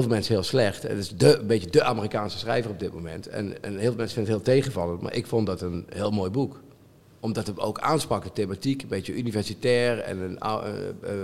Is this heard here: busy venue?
yes